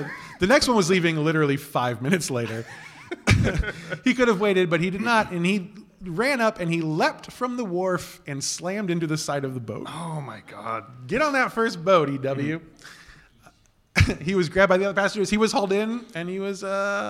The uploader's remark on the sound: Live from C2E2 in Chicago. In our very first live show, we do all the things we set out to do, which was mainly to get one good, audible groan out of the audience. We also opened up the floor to hear ghost stories from the audience.